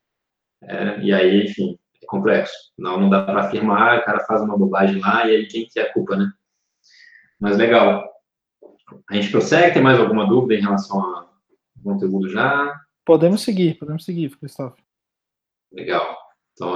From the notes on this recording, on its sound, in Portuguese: Conteúdo produzido originalmente como webinar ao vivo da iugu